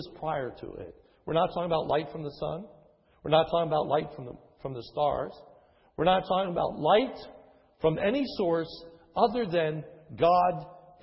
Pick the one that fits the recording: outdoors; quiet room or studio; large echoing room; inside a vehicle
large echoing room